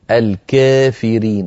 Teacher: يميل ألف الكافرين فإمالة صغرى فيقول الكافرين وليس الكافرين ولا الكافرين.